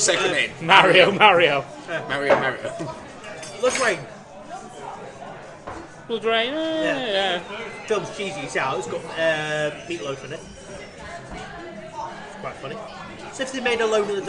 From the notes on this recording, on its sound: Podcasting’s own anti-heros gathered round a table in the Swift Hound prior to a midnight screening of Marvels 'Avengers: Infinity War'.